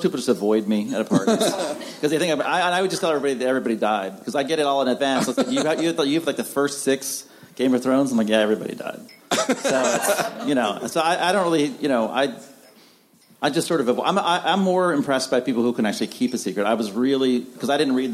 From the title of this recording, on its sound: Spoiler Alert panel from ATX